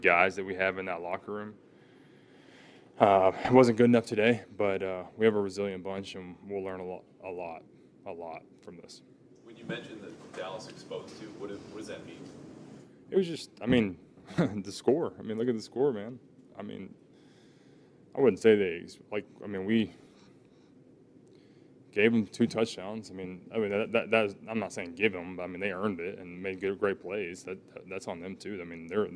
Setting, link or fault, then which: setting, busy venue